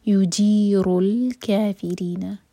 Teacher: يُجِيرُ الْكَافِرِينَ، تو جب بھی کوئی سکون والا لیٹر ہو اور وہ قلقلہ والا لیٹر نہ ہو تو وہاں پر جھٹکا نہیں آنا چاہیے اور نہ ہی اس لیٹر کو ہم ہولڈ کریں گے. تو یہاں پر لام ساکن پر جھٹکا نہ ہو، خیال رکھیں